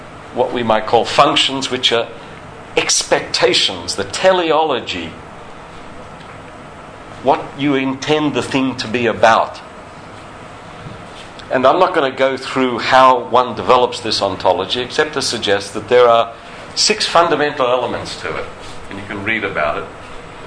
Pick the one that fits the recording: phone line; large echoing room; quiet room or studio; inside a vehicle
large echoing room